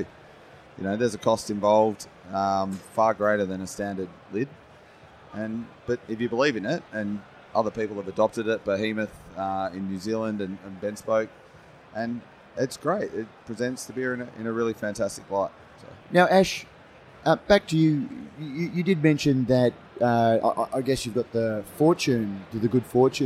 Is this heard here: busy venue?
yes